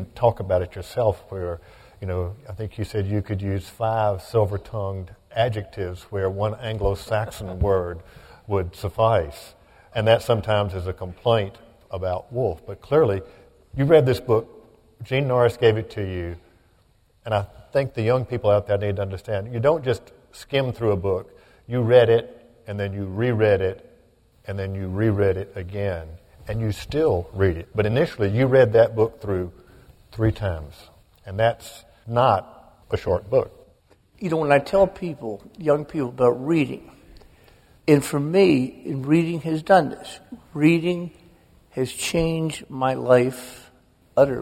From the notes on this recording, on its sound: The conversation was recorded before an audience of over 2000, at Columbia’s Township Auditorium, on the evening of February 27, 2014.